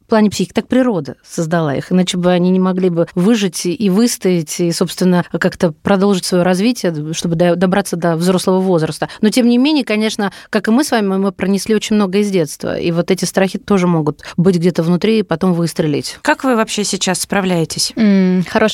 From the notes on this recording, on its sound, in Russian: По телефону